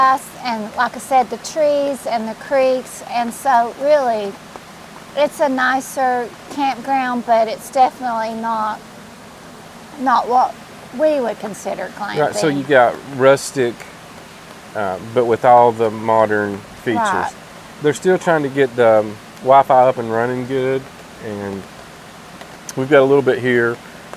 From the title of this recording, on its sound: Roamstead Campground Gatlinburg Fireside chat